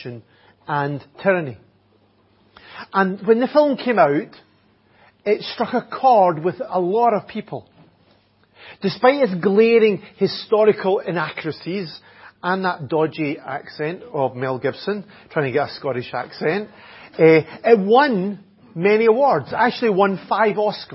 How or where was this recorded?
large echoing room